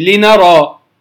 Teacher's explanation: لام هي أعلاها، ثم النون أدناها قليلا، ثم الراء وهي الأدنى فيهم. اللام تخرج من حافة اللسان كما قلنا، أو من إحدى حافتي اللسان، أما النون فمن طرف اللسان.